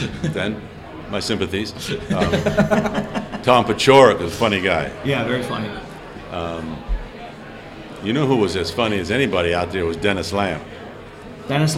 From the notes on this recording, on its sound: live at the ChiSox Bar and Grille